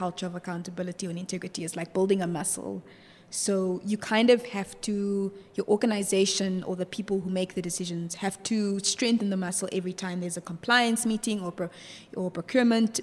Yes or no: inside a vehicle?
no